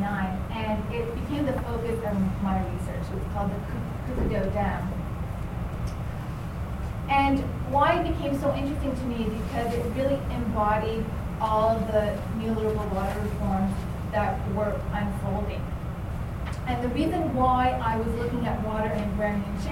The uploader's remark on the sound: Presented in Racialized Landscapes 1 at the Dimensions of Political Ecology 2012: Conference on Nature Society at the University of Kentucky.